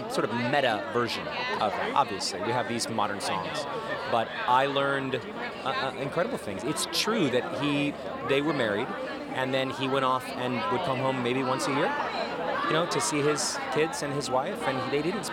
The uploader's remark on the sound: Red Carpet Opening Night Interviews. From the red carpet on opening night!